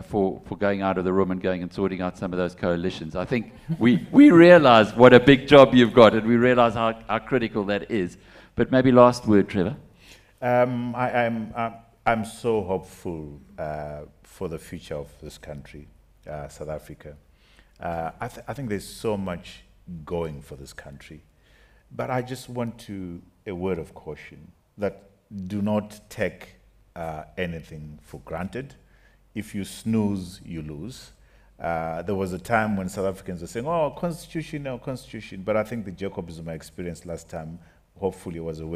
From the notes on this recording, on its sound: on the final day of the BizNews Conference in the Drakensberg